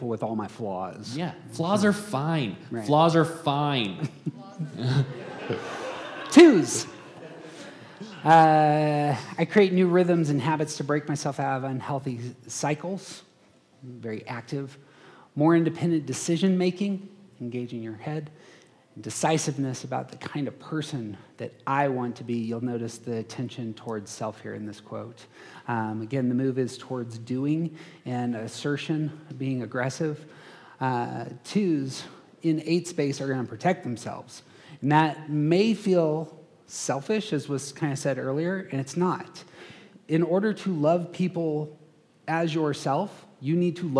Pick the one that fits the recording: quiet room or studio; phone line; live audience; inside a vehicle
live audience